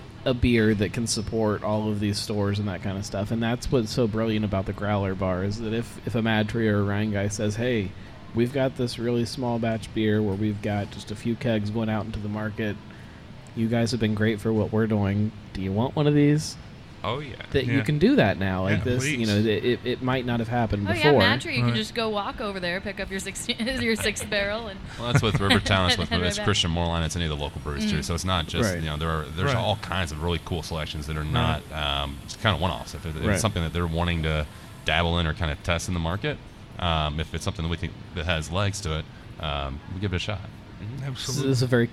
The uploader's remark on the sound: Live At The Kroger Oakley Station Growler Bar